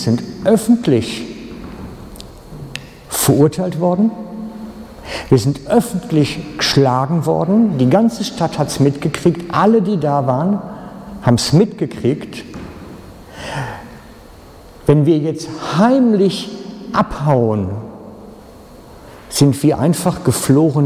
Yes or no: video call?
no